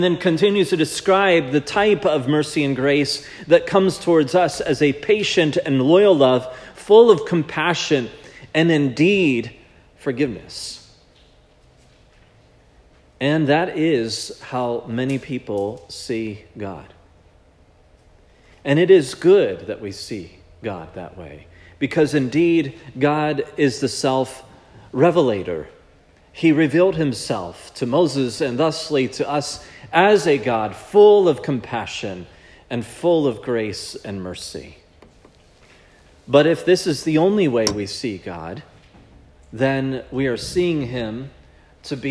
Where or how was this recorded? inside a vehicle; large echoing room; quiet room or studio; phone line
large echoing room